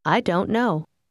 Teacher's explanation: Faccia attenzione a come il suono della T alla fine della parola don't quasi scompare